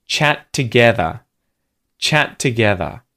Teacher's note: So, chat ends with a T sound, together starts with a T sound. We've got two T's next to one another. They merge. They merge together and you just have one T sound.